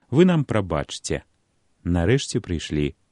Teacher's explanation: У сучасным літаратурным маўленні закон прыпадабнення рэгулярна не рэалізуецца ў спалучэннях «ЧЦ», «ШЦ» і «ЖЦ», дзе літара «Ц» перадае «мяккі ТЕ»